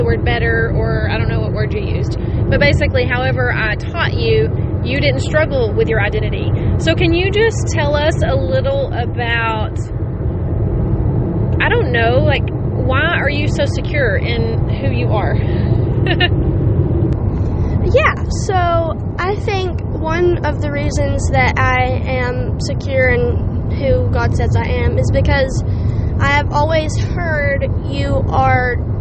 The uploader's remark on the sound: completely unedited and recorded from the car